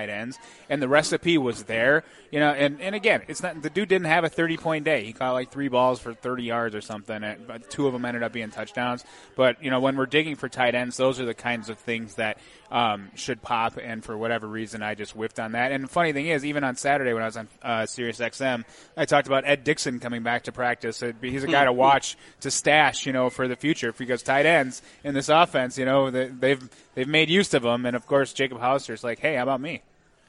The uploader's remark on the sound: The show’s live studio audience crept steadily towards double digits as well. Feeding off the frenzied energy supplied by dueling fan club bases.